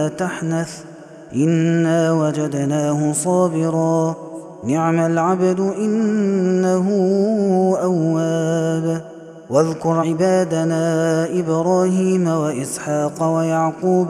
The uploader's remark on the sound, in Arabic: هذا التسجيل من صلاة التراويح